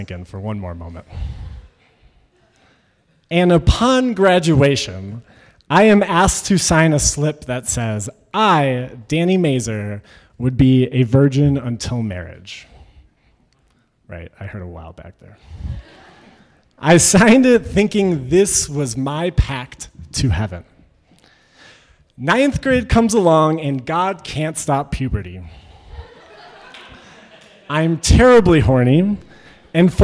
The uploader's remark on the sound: Originally told this story at our live event, un/pact: a creative dialogue on consent.